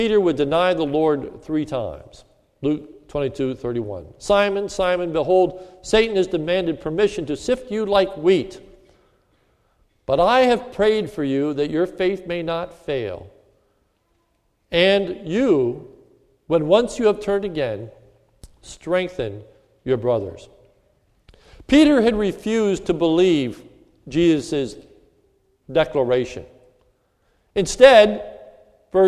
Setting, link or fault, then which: setting, large echoing room